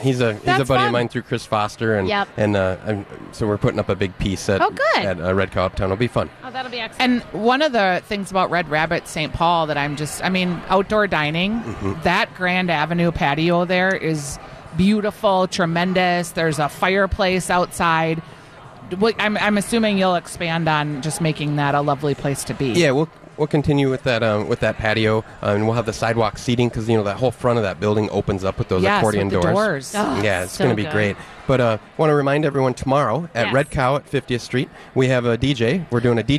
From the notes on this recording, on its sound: Live at Fit Fest!